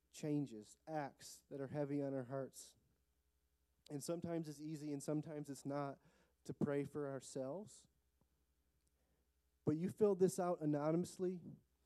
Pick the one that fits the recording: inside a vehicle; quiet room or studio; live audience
live audience